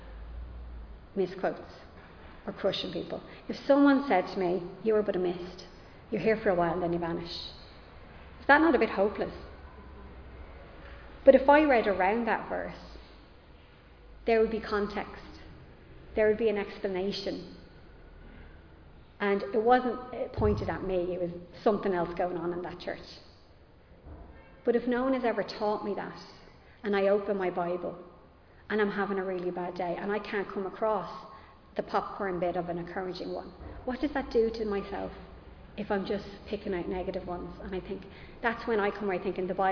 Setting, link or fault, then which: setting, large echoing room